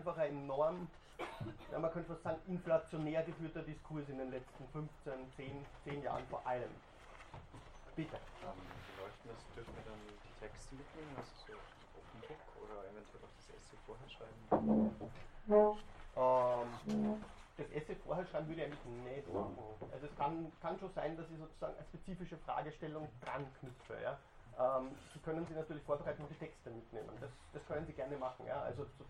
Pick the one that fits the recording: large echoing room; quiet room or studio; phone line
large echoing room